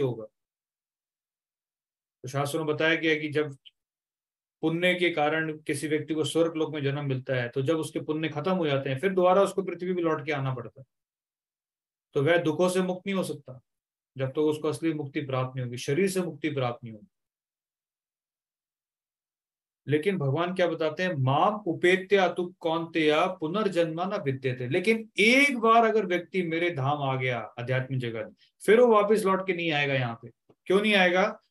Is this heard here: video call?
yes